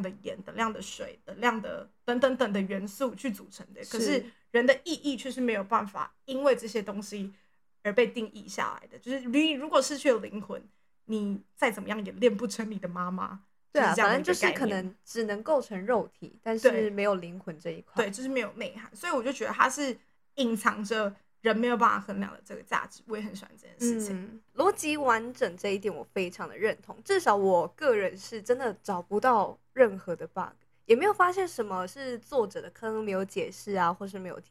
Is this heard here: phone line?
no